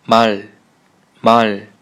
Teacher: 加收音，舌尖挤到你上颚